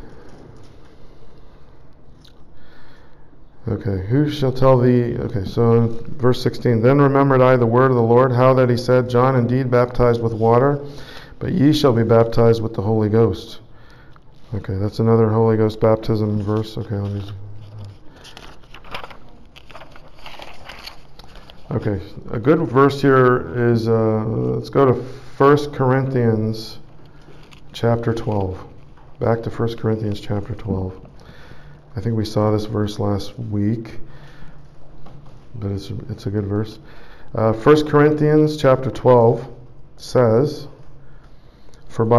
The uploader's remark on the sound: Preached at St Georges Manor, Toronto, Canada